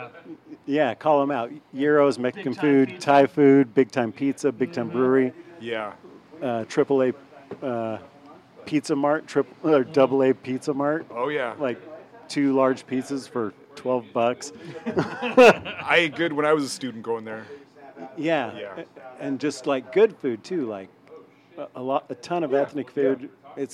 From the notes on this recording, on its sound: Recorded live at Blue Moon bar in the University District. Blue Moon describes itself as Seattle's most infamous dive bar, and this historic tavern doesn't disappoint. You can hear the faint sound of customers being kicked out!